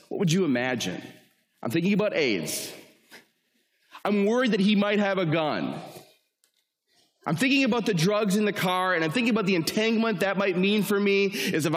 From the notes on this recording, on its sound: talk originally delivered to the student body of Cedarville University